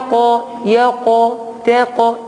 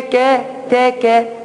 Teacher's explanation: من مخرج واحد من اقصى اللسان